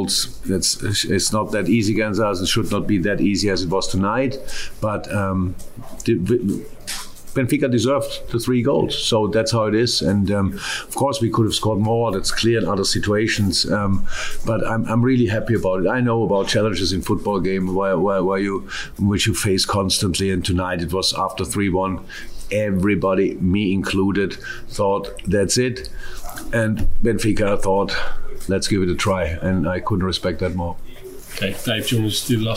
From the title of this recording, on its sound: Post-Match Press Conference